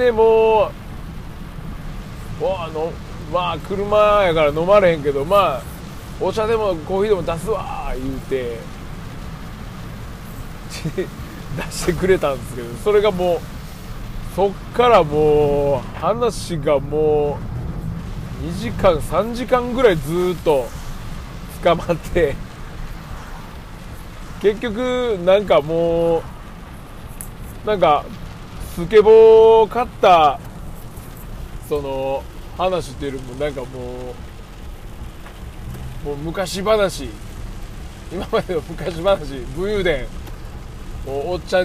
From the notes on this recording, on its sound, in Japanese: 京都店からの帰り道に収録。